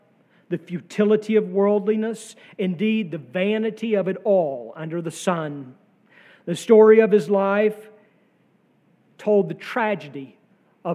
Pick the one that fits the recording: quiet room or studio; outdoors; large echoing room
large echoing room